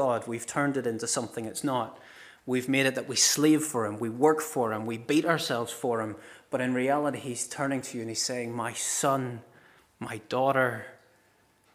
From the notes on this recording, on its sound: This is the recording of the Bible readings and sermon from our morning service on Sunday 24th September 2023.